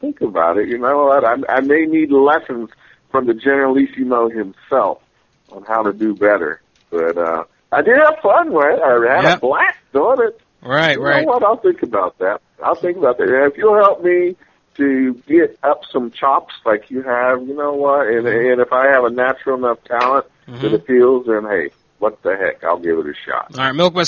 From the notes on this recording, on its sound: Prank Phone Calls